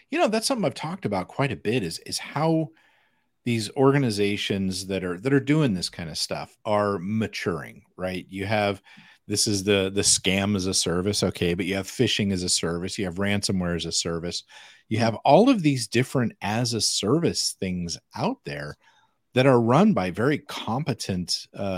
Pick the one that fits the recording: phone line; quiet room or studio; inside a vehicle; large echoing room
quiet room or studio